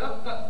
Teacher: هذا القاف مخرجه من اقصى اللسان